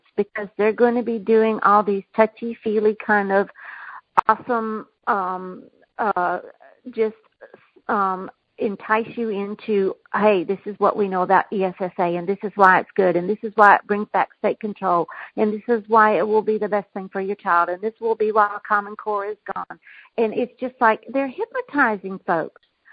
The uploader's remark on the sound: Communication Team Conference Call 3